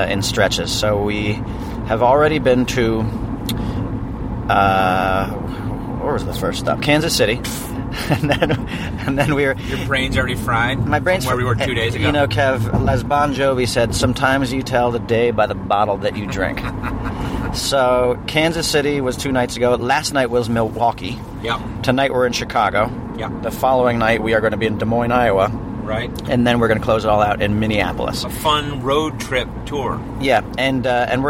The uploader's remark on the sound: Just toured the Midwest. They recorded as they drove from town to town.